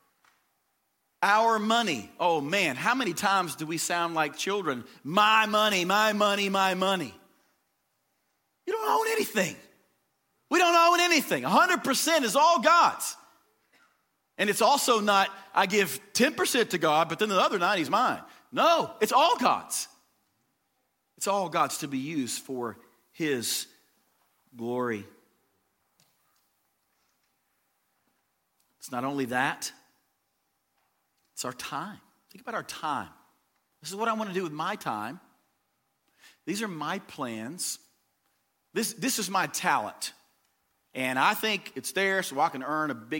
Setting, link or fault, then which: setting, large echoing room